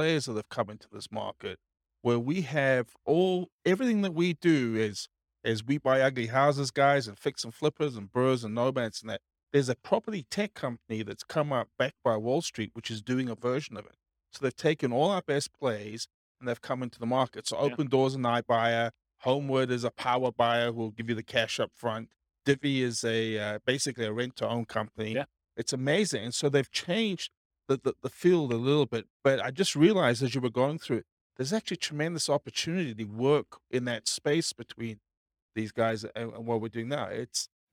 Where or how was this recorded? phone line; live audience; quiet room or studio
live audience